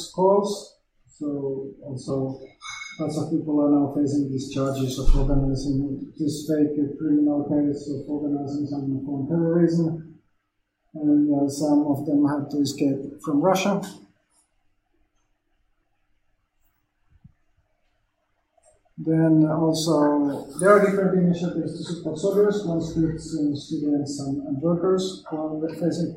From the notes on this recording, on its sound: Sorry for sound quality issues, my mic had a malfunction the same day and could not find a replacement on short notice.